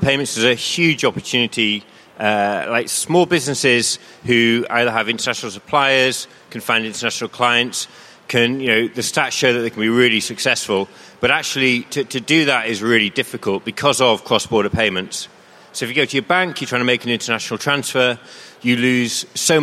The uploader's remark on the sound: Live! From Xerocon 2018. As if that wasn't enough we also hosted an extra special edition of Fintech Insider: Live from the Xerocon exhibition hall.